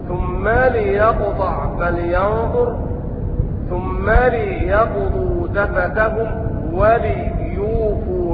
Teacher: قرأ بكسر اللام في الافعال الاربعة